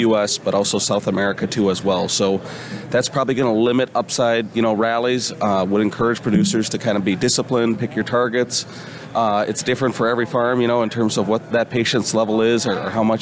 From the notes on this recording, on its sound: coming to you live from Commodity Classic!